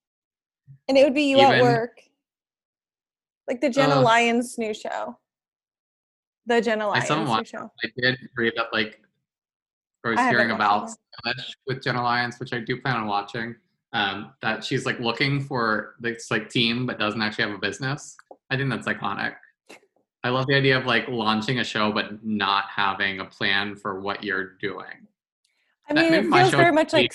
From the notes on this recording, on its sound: hopped on a zoom